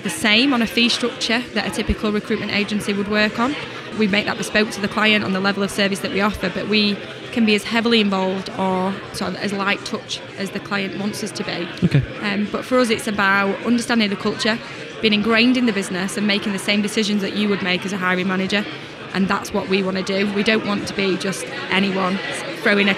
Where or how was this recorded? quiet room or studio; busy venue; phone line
busy venue